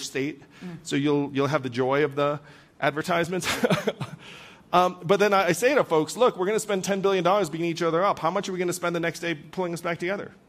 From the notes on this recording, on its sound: In this wide-ranging conversation recorded live at the 2023 Aspen Ideas Festival.